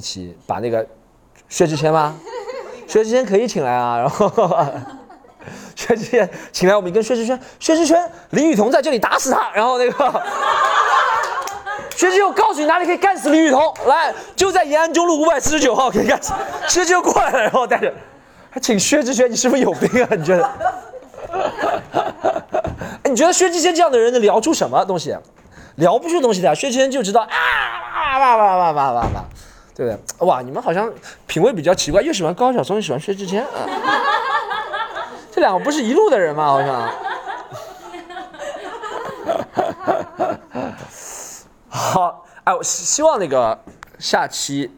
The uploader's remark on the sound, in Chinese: 上海喜剧联合国现场录制。